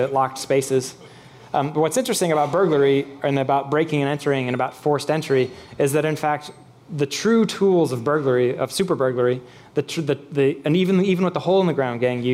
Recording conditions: busy venue